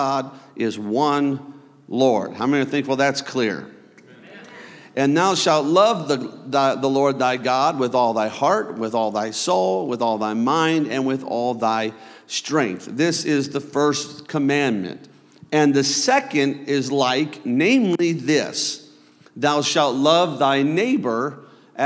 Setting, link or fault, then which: setting, large echoing room